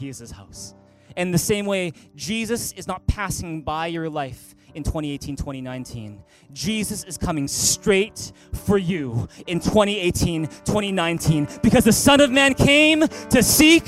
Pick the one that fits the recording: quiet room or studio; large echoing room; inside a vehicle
large echoing room